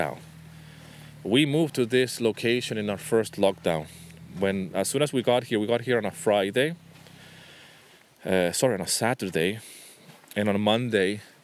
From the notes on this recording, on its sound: This episode was recorded on a rainy winter day by the beach in Nafplio, Greece.